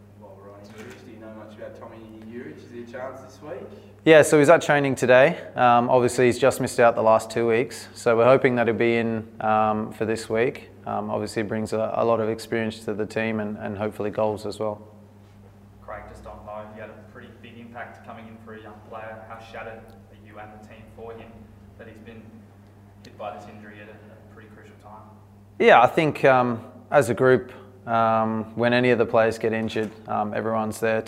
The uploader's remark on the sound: Press Conference. Speaks to media at Coopers Stadium.